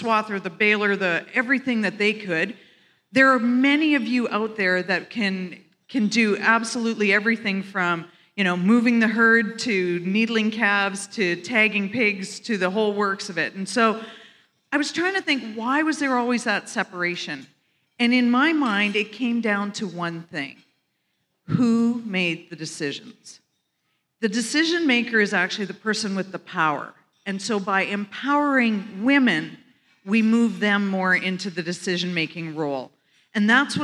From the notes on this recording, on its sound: This is a special episode as we are sharing a live panel discussion put on by AWESOME at the Empowering Women’s Conference that took place at Canada’s Farm Show in Regina, SK.